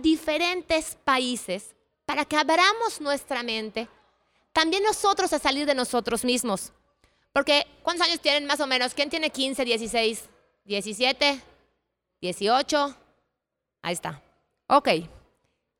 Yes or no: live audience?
yes